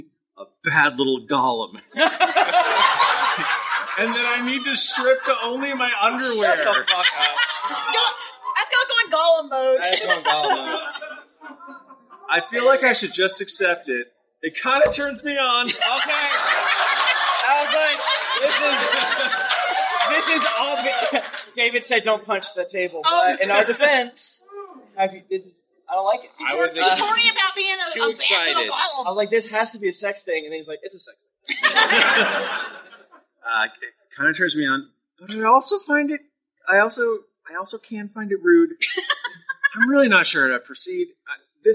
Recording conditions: poor sound quality